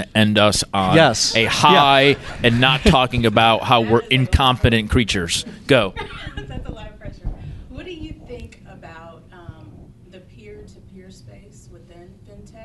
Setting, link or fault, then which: setting, live audience